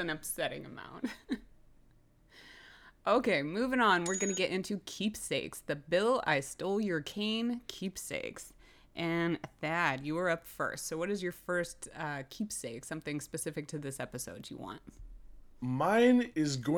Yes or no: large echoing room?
no